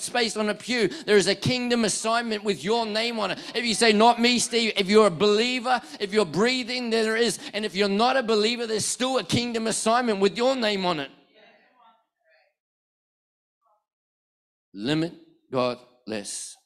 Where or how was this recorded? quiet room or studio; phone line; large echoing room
large echoing room